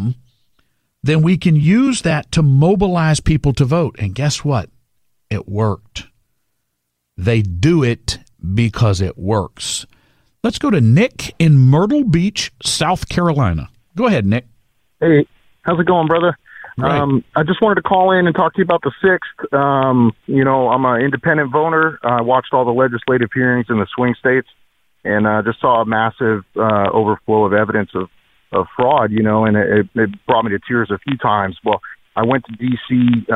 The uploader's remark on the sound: From NewsRadio 740 KTRH in Houston, welcomed more of your Open Line Friday calls as 2021 ticked down to midnight.